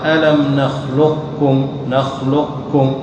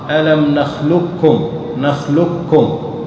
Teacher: بعضهم راعى قوة القاف وقال لا بد أن نبقي لها شيء من استعلائها حتى لا تختفي بالكلية · Shown in: first take · لأن حرف قوي أقوى من الكاف، فيقرأ هذا ألم نخلقكم نخلقكم فتشعر في الكاف صفة القاف.